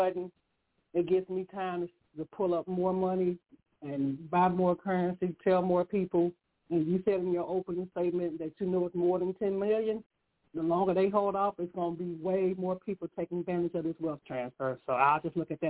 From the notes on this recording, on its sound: Conference Call